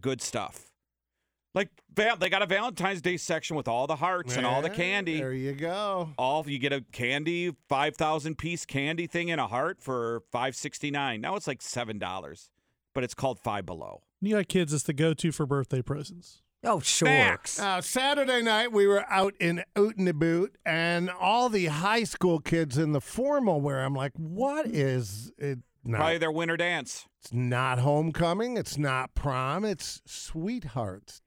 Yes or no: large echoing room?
no